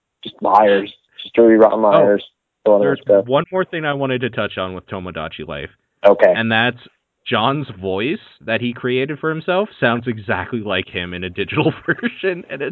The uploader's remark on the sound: The whole podcast is recorded old school over THE PHONE! Where most podcasts might call this a lack of sound quality. We apologize if it’s hard to listen to because of this.